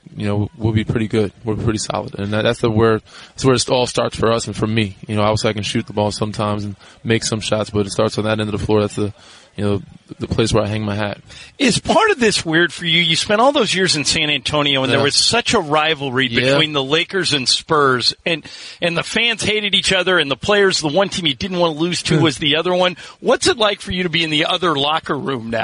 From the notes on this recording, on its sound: live from Lakers Media Day.